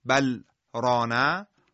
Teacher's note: بل رانه با اظهار همراه با سکت ادا میشه